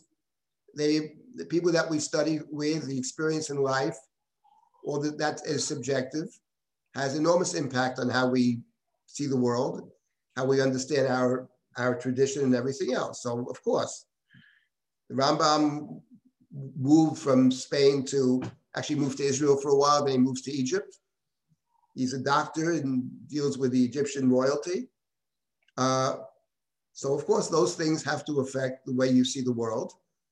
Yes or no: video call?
yes